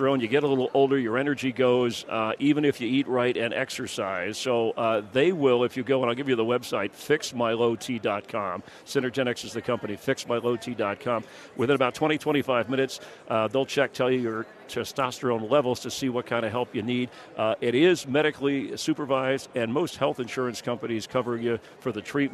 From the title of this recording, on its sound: live from Radio Row